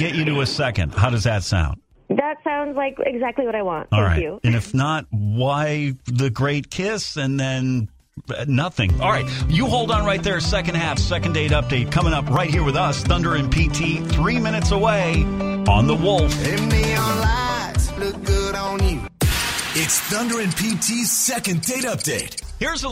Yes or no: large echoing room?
no